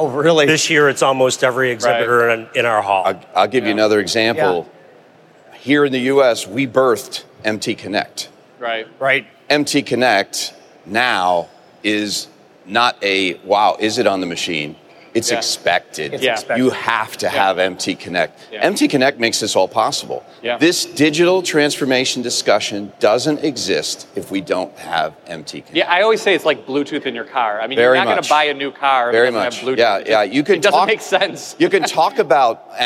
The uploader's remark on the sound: Recorded live from the final day of the show. Over 130,000 registered attendees.